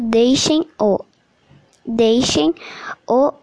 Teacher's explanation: No trecho deixem o deixem o a final de deixa e o e inicial de em na fala fundem-se de tal maneira para parecer que se pronuncia algo como deixem.